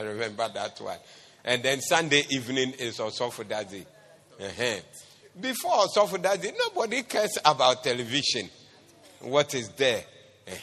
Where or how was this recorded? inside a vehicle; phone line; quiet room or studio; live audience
live audience